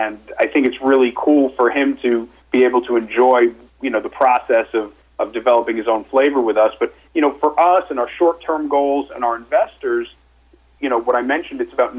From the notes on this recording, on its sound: called in to SmallCapVoice